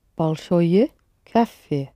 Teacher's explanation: With the word big, it's always the ending that is accented.